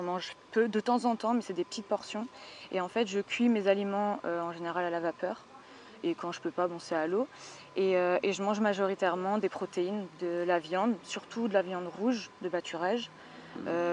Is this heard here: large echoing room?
no